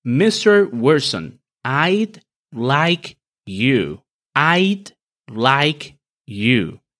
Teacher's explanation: Fíjense en la entonación creciente Mr. Wilson que se usa para dirigirse a alguien